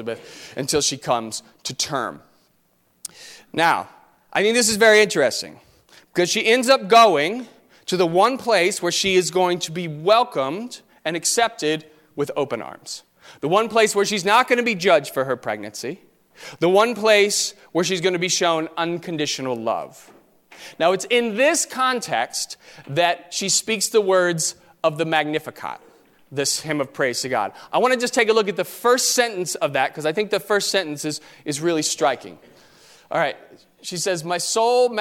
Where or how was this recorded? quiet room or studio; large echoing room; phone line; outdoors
large echoing room